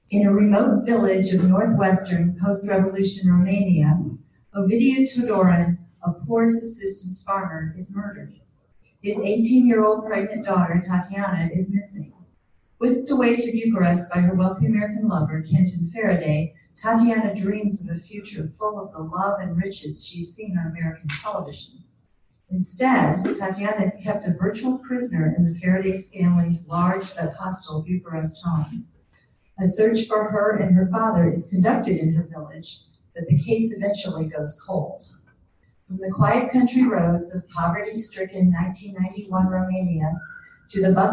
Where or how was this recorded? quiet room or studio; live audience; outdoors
live audience